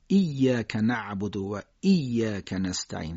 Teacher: همزه ها رو تیز باید بگیم تا شبیه حرف عین نشه